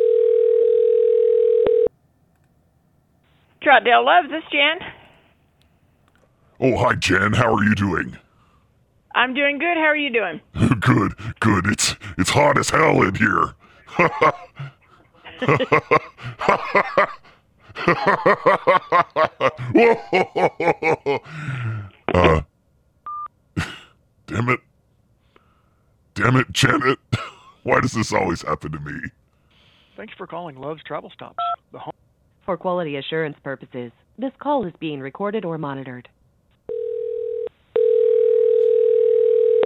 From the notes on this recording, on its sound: Do a few live calls to gas stations.